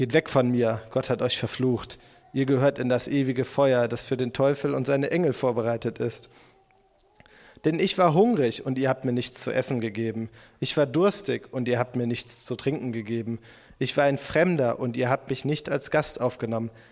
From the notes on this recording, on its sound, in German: Predigt im Rahmen des GreifBar+ Gottesdienstes